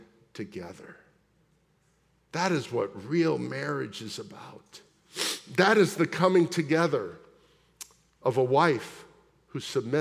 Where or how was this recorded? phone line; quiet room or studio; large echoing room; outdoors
large echoing room